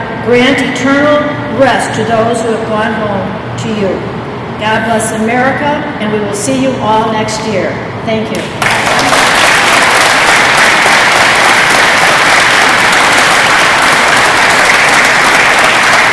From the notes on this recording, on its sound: Podcasting live from the Special Olympics 50th Anniversary Kick-off Press Conference at Solider Field in Chicago. We bring you the live audio from the press conference.